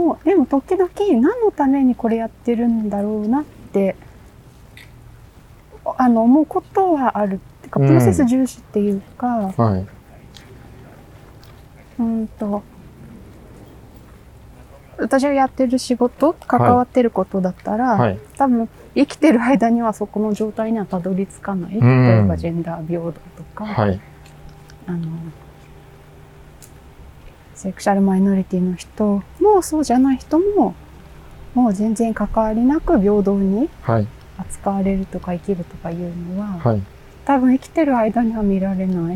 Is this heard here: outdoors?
yes